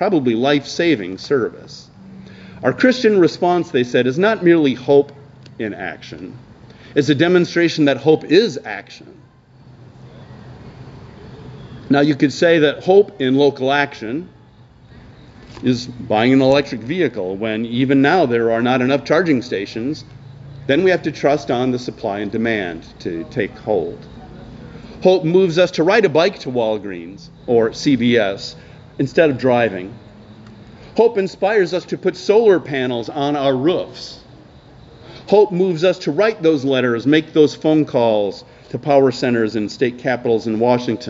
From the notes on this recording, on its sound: preached outdoors at Lorel Park in Skokie